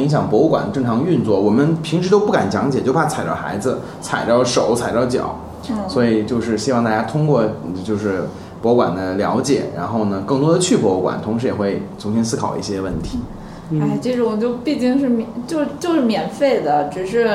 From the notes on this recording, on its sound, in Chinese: 本期节目为在什么值得买的办公区用录音笔录制，可能有回音及街上的汽车声，请见谅。